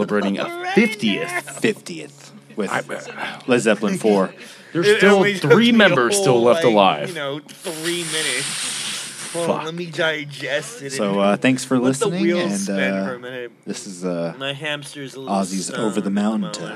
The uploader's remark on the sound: We are going LIVE! Taking over the stage of Indian Roller in Austin, TX on Mondays. Recorded Live at Indian Roller in Austin, TX.